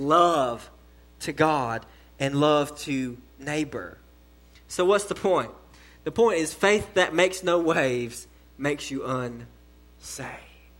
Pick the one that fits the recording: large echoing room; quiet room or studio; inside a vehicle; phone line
large echoing room